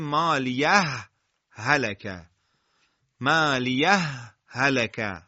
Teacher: تنها استثناء در ادغام متماثلین عبارت مالیه هلکه در آیه 28 سوره مارکه حاقه هستش که علاوه بر ادغام اظهارش هم جایزه، و که البته هنگام اظهار سکت خفیف بین اون دوتا هم ضروریه